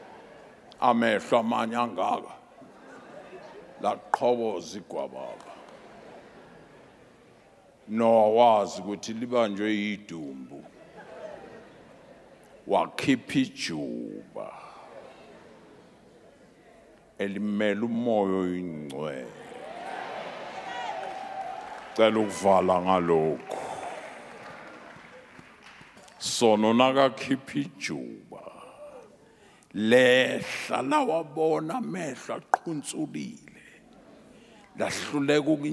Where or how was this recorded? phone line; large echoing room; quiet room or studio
large echoing room